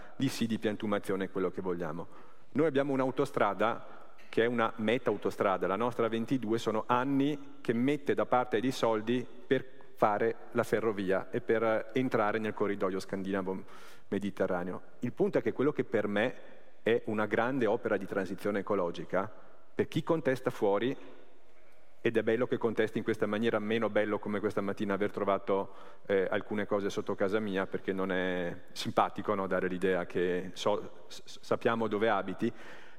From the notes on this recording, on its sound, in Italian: al Festival dell'Economia di Trento 2021